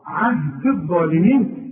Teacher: الغي الياء دي بتاعت عهدي من النطق اذا وصلت، انما تثبت اذا وقفت